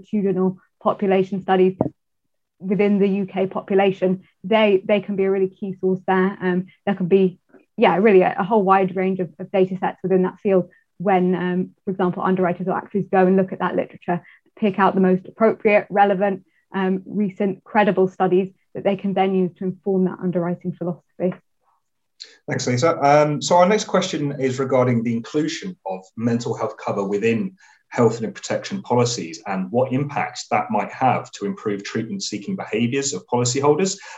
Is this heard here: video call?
yes